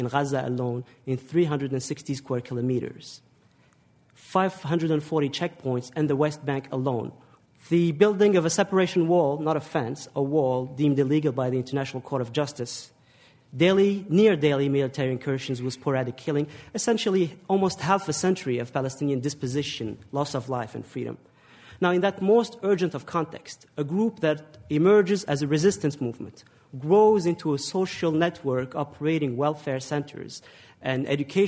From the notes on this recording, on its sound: The debate, held in front of a live audience in New York City, lasted well over an hour.